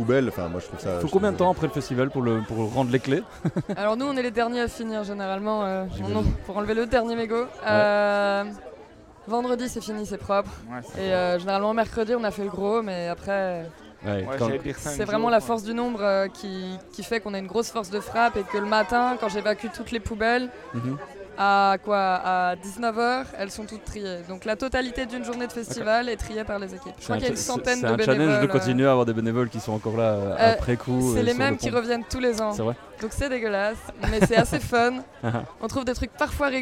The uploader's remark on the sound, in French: Festival Esperanzah! 2022. Media est présent au coeur du festival, à la rencontre des participants.